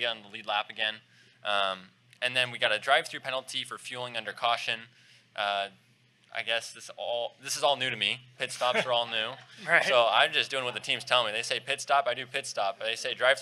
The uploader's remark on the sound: In this special live episode live at McGilvery's Pub & Eatery in Speedway Indiana.